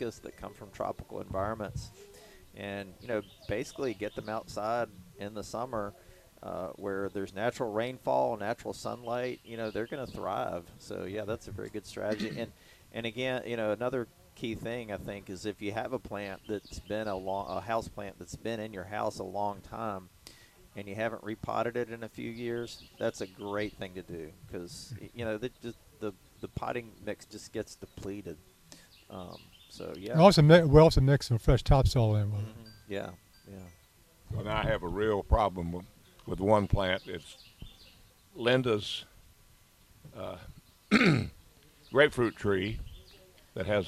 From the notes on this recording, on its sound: broadcasting live from Campbell Road Nursery